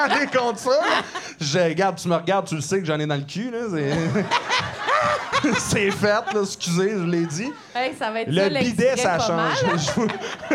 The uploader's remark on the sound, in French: LIVE au ComediHa! Fest 2022. Lors de cet épisode LIVE devant public au ComediHa!